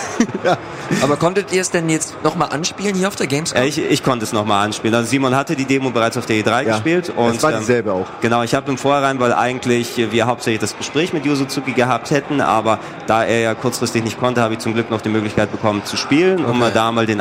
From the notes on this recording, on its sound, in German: Wir sind das erste Mal live! Von der Rocket Beans-Bühne in Halle 7.